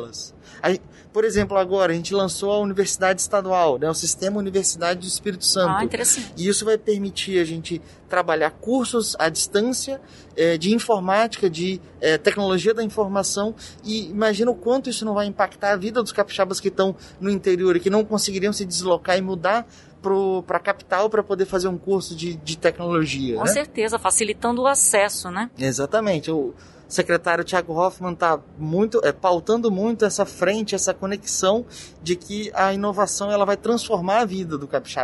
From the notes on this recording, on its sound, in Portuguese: Episódio gravado no evento "SEBRAE/ESX - ESPÍRITO SANTO INNOVATION EXPERIENCE", realizado em dezembro de 2021.